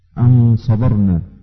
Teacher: الغنة فيه بتتبع ما بعدها، ان كان الحرف اللي بعدها مفخم تفخم الغنة، واذا كان بعدها مرقق ترقق الغنة. · Term: غنة الاخفاء